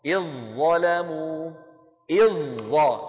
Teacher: من جملة أمثلة المتجانسين إدغام الذال في الظاء